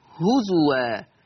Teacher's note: حفص يقرأ هزوا، بالواو الخالصة، واو فقط، هزوا. أما ورش فيقرأ بهمز الواو، هكذا هزوا.